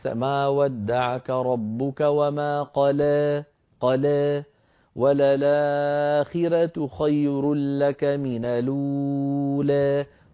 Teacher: اتفقت الطرق عن الأزرق عن ورش بقراءة هذه السور 11 بالإمالة الصغرى